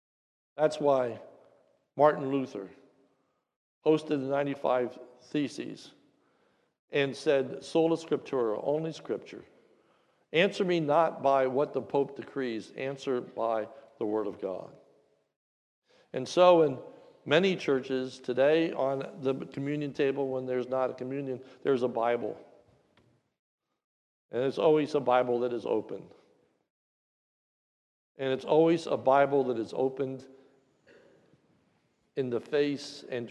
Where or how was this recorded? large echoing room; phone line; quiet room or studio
large echoing room